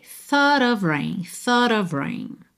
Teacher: mas esse T final virou rarará para juntar em of rain.